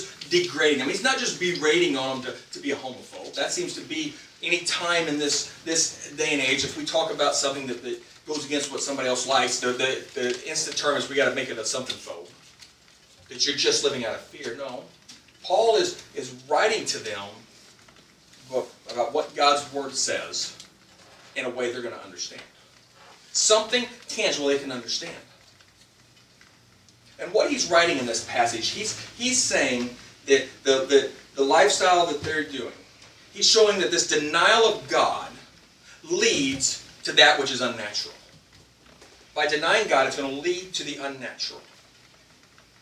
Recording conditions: poor sound quality